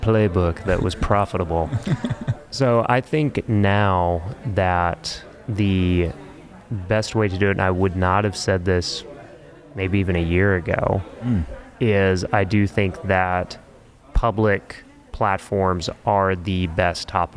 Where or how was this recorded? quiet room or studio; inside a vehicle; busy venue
busy venue